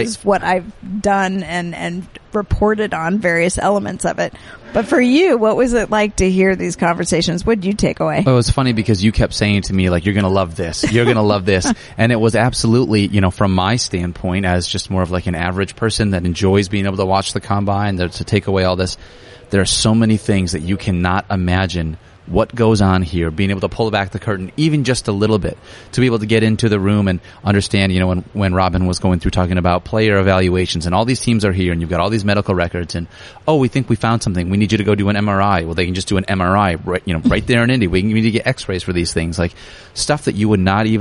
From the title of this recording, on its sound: Live From the 2019 NFL Combine